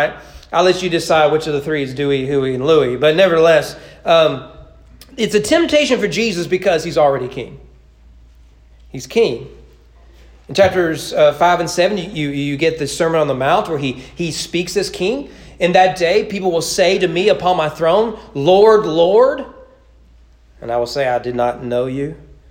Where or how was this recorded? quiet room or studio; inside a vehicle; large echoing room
large echoing room